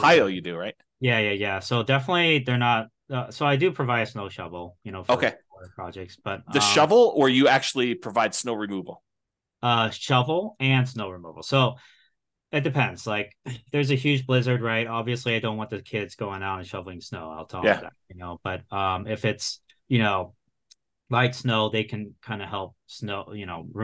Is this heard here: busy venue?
no